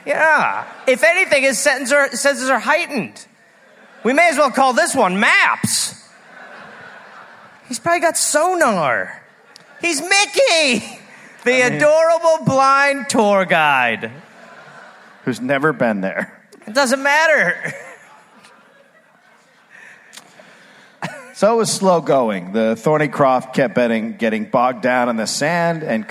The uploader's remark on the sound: Live in Perth